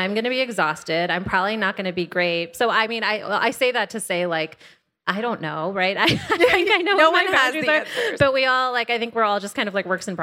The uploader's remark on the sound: Live from our 2022 Wellness Means Business event. Fireside chat.